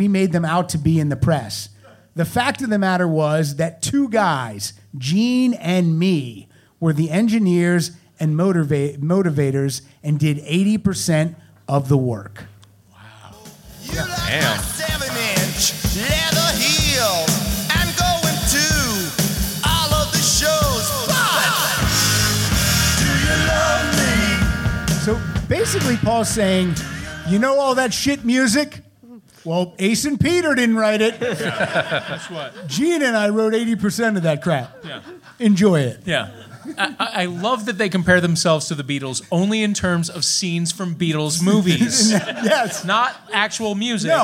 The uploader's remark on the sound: This show was recorded in front of a LIVE audience on January 20, 2017 at Doc's Lab in San Francisco, CA as part of SF Sketchfest.